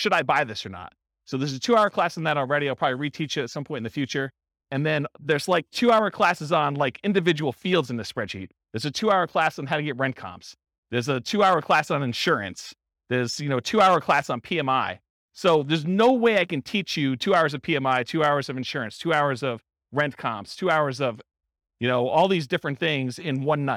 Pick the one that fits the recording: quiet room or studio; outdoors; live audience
live audience